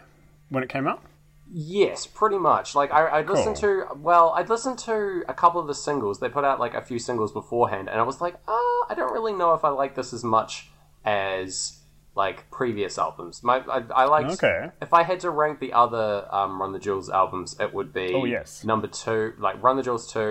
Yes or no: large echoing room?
no